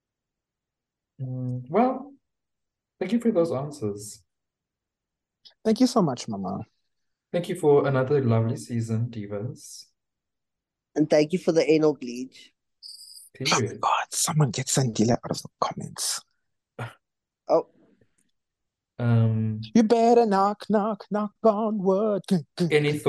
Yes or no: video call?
yes